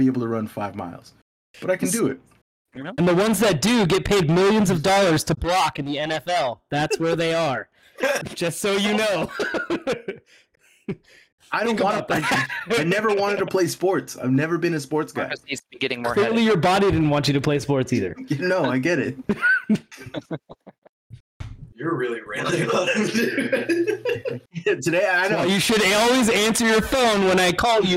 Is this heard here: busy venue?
no